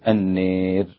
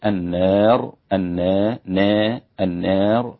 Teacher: أمال النار أبو عمرو ودور الكسائي وقللها ورش، فيصير عندي بالفتح النار كحفص، بالتقليل النار، النا نا النار، وبالإمالة النير هكذا.